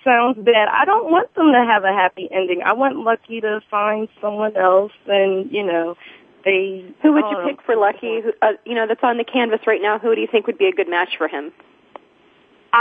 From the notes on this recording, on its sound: Drops by Soap Central Live. And, as always, fans call in with questions of their own.